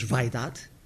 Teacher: que nós hoje pronunciamos vaidade, portanto com um ditongo, ai